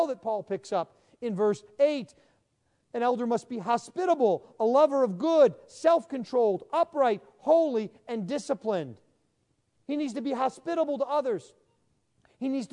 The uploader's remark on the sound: Sermon preached at the installation service